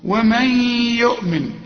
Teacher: النون بعدها الياء والياء من حروف الإدغام هنا غن